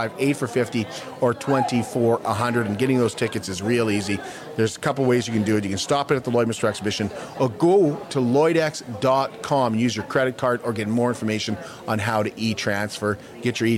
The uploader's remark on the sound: Join us as we go live at the Indigenous Makers Market.